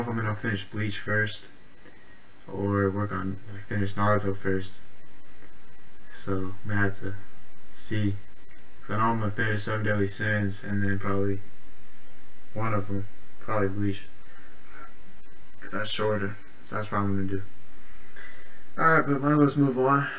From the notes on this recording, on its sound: This podcast was recorded over a year ago. Sorry about the audio issues on this one.